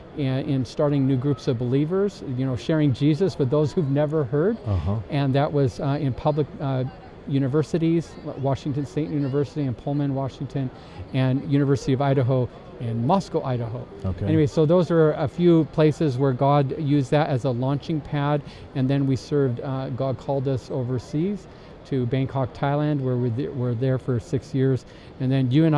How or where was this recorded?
busy venue